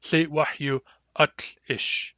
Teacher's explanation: where the fourth syllable starts with a glottal stop